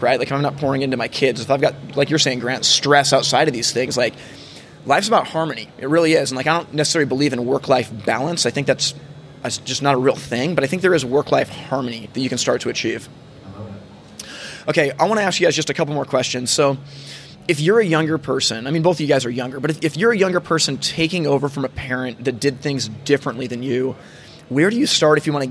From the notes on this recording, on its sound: Live from HPBEXPO. At the HPBExpo. For a live conversation.